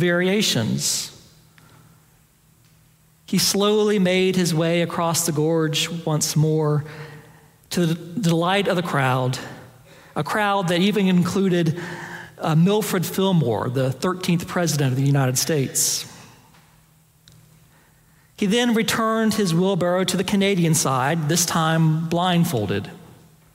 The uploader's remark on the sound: Preached on April 16, 2023 for our Sanctuary Worship Service.